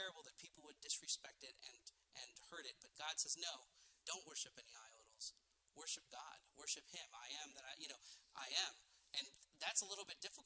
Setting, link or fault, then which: setting, large echoing room